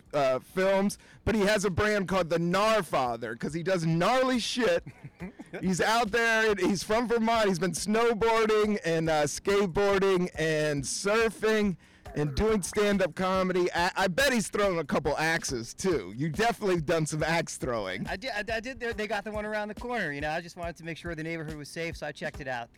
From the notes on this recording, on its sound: Recorded on a rooftop in Brooklyn.